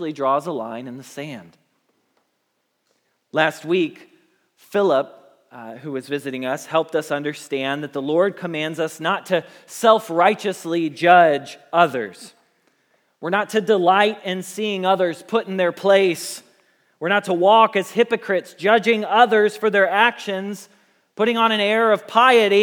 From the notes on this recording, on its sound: Message Preached at Valley Creek Church